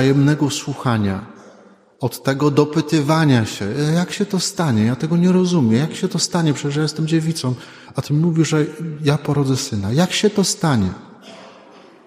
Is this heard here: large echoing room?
yes